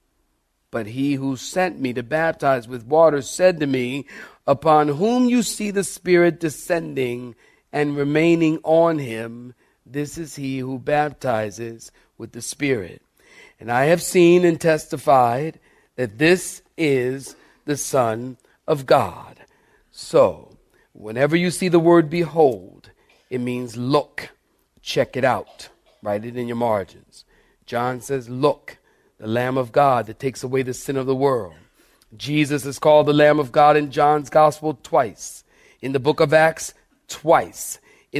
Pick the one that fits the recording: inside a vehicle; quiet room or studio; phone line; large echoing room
large echoing room